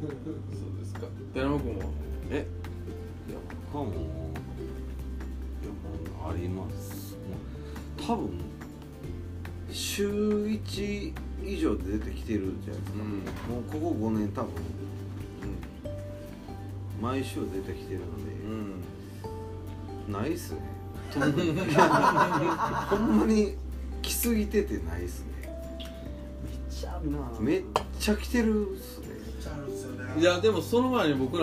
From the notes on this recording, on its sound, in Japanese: 神戸、SPACE DOG!RECORD(お店)より。